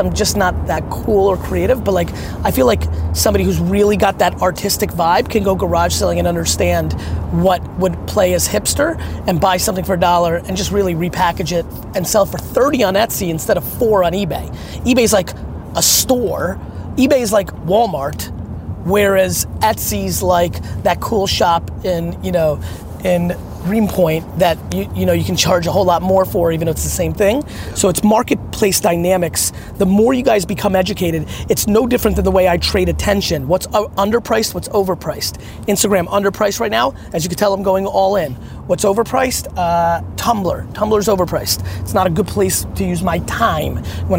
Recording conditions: inside a vehicle